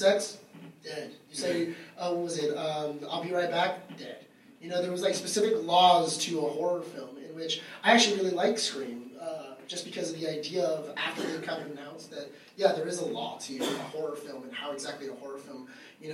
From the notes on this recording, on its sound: The Waffle Press Podcast held our first ever panel at LA Comic Con.